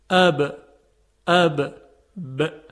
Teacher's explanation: از کنده شدن دو لب حرف ب تولید میشه